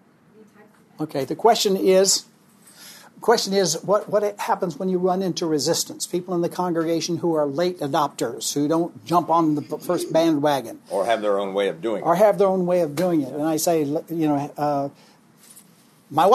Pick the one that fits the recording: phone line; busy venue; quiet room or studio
busy venue